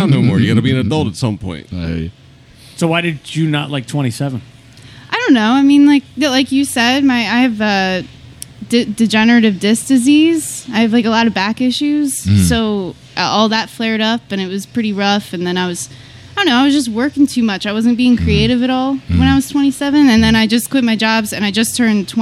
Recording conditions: busy venue